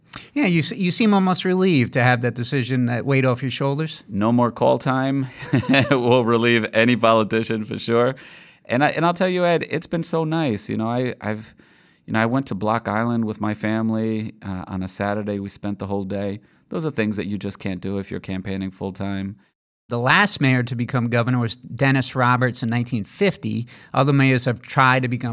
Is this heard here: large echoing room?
no